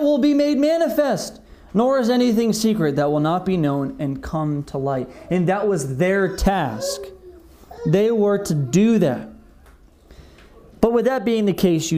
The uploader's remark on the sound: This message was delivered on February 21st, 2021 at Redeemer Community Church